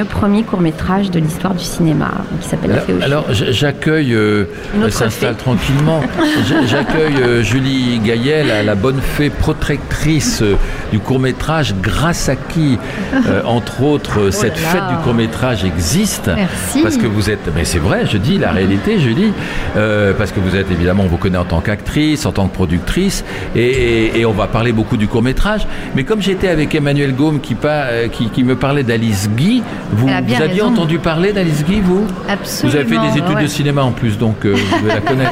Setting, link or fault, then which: setting, busy venue